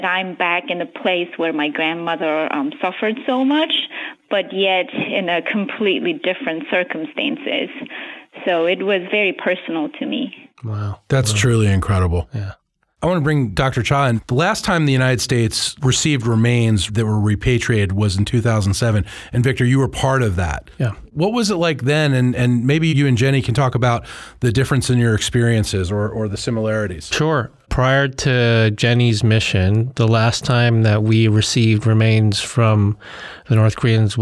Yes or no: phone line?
yes